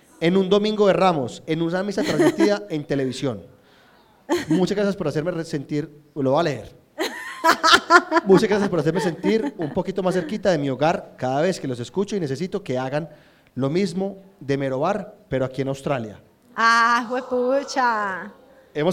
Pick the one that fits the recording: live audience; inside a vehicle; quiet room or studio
live audience